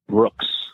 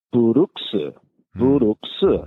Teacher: The way that Korean language is structured is I can't end a word with a hard S sound. · Shown in: second take · So my name isn't Brooks, which is essentially one syllable.